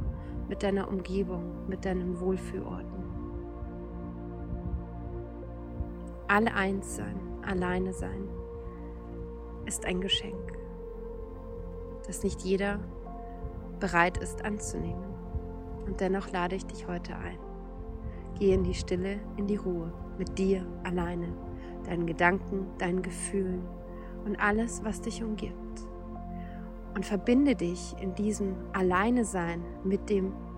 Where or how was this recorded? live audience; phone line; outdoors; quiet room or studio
outdoors